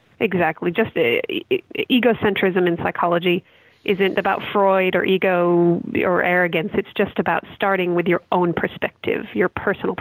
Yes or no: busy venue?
no